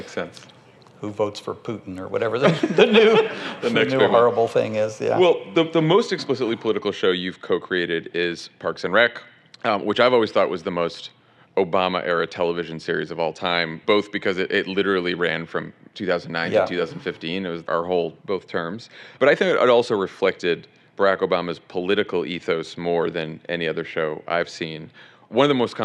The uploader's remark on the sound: Recorded live from the podcast stage at South by Southwest.